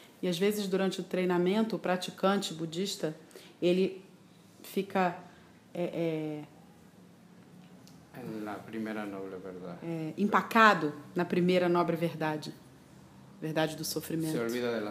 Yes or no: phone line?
no